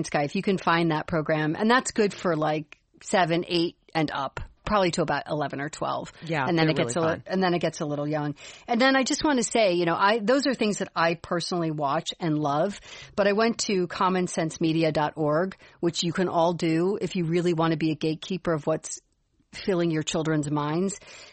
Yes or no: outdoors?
no